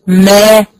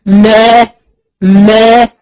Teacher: بلمس مخرج الميم، يعني بحط الشفتين على بعض وبعد كده ببعد الفكين عشان اتباعد الحرف · Term: ميم مفتوحه